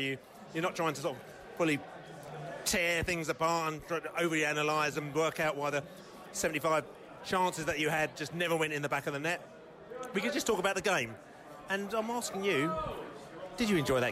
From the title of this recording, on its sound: post-match podcast from the pub